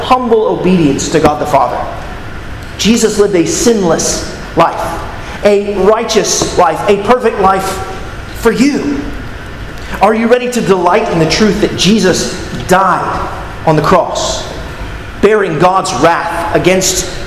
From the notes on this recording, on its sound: at Arlington Baptist Church in Arlington, Virginia